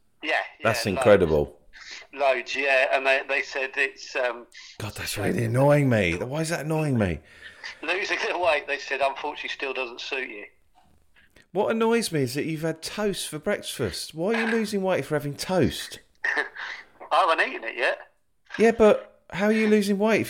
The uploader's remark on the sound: We chat to one another on a phone.